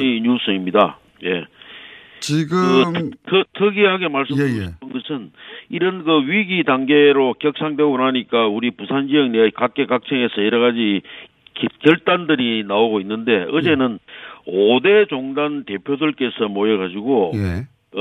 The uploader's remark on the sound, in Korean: 전화연결